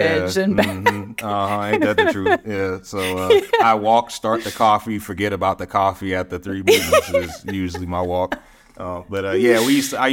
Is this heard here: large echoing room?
no